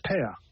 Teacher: There's no R at the end. Now, in Ireland, we've what's called a rhotic accent, so we do pronounce the R.